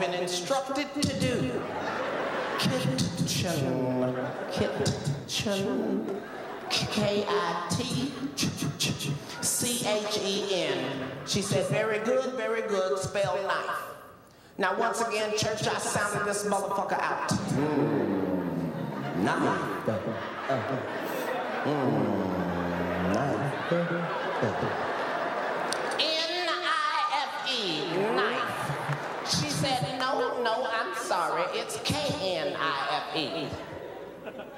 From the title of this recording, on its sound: LIVE! - CINCINNATI - FULL CONCERT